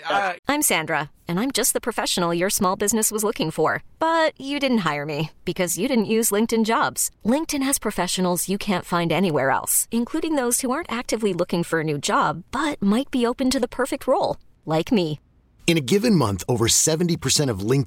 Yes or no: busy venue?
no